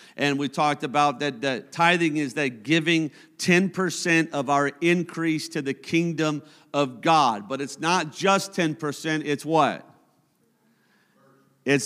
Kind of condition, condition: setting, large echoing room